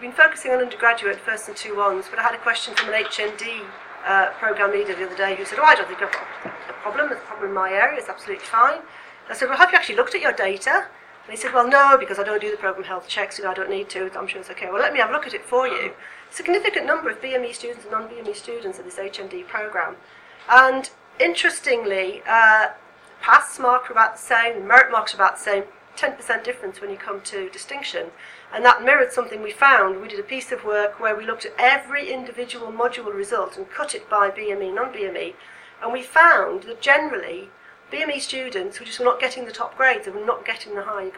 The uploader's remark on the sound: speaks at the SRHE Student Experience Network seminar